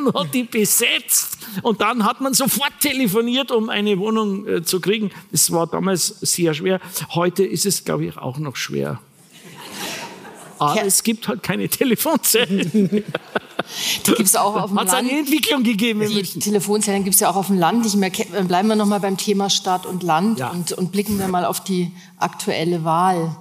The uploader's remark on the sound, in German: Vor seinem Auftritt bei der Nacht der Autorinnen und Autoren, die die Süddeutsche Zeitung jedes Jahr für ihre Leserinnen und Leser veranstaltet. Im Münchner Volkstheater. Ein Live-Gespräch für den Podcast „München persönlich“. Gut 500 Zuhörerinnen und Zuhörer konnten so unmittelbar dabei sein, wie die Folge entstand.